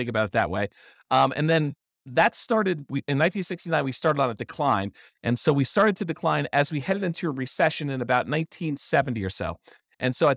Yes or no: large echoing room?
no